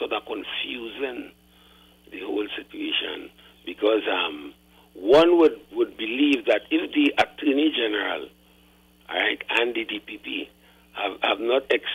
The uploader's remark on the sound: It's the last hour of the show and we take more calls from the audience.